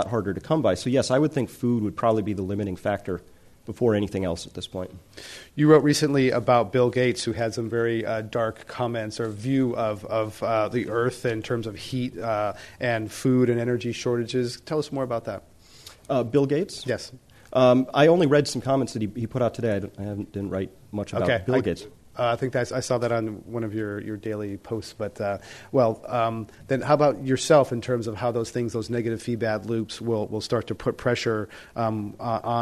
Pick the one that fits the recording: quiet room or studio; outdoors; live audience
live audience